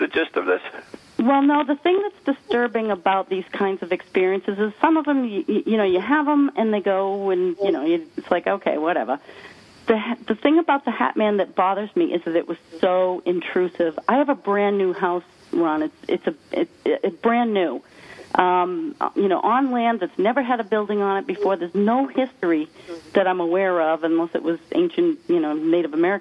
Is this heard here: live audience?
no